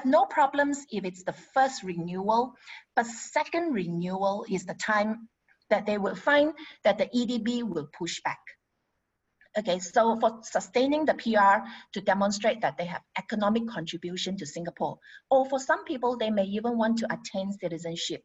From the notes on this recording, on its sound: Webinar audio recording